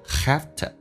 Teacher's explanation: 中。You haveto，这边有一个弱化现象， have to 跟以前说的是完全不一样的， V 不发音，发成 F 这个发音， to 说成 t， have to 就说成 have to，而且呢用降调来发，比如说 you have to go 变成 you have to go，所以